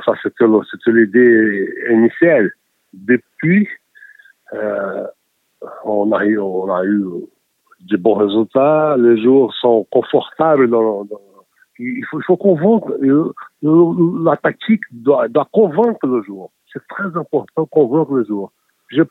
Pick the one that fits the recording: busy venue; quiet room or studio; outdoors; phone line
phone line